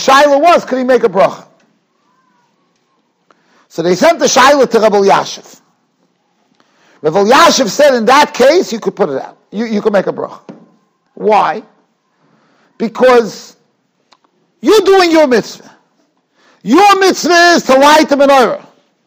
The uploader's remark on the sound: Shiur recorded in Yeshivas Ohr Reuven, Monsey, NY.